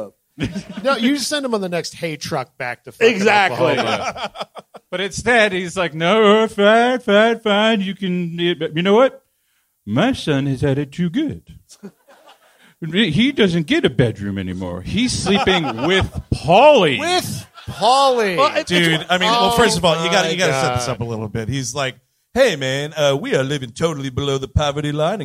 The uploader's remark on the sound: Live in Philadelphia. At the Punchline Philly in Philadelphia, PA.